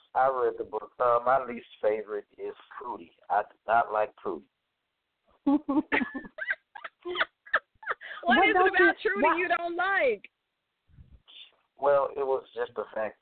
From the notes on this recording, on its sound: a live call in show